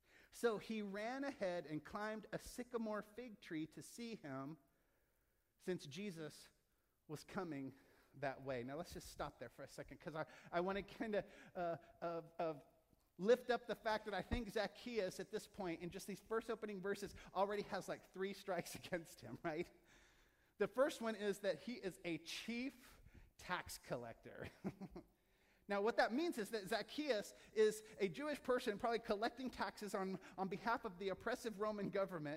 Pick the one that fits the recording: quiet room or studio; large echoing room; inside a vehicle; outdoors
large echoing room